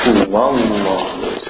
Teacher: See, the wow connects to the lam. هُوَ اللَّهُ، not هُوَ اللَّهُ.